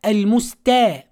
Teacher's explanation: نراعي ترقيق هذه التاء